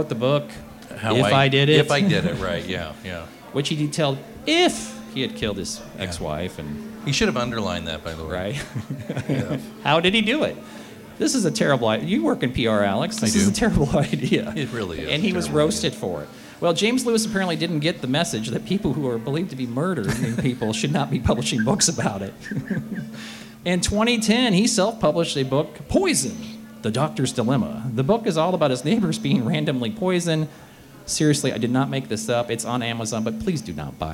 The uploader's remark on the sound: We recorded it live in front of an audience at Buffalo State Pizza!